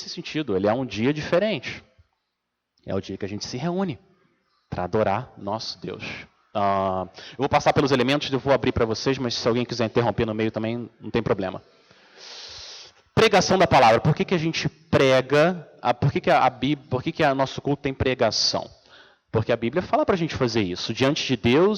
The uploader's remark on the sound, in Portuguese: Mensagem gravada na Igreja Batista Jardim Minesota